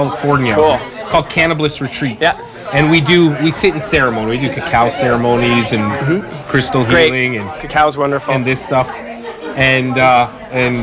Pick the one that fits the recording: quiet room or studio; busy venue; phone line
busy venue